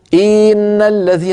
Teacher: تعمدت تطويل كسرة إن فتولد منها ياء منطوقة، ياء لفظية · Term: الإدخال